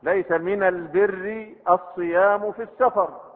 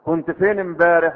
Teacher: لأنهم يقلبون اللام الساكنة في أداة التعريف ال، يقلبونها ميما · Shown in: second take